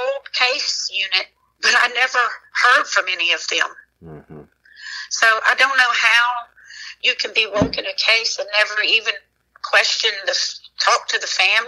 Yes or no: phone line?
yes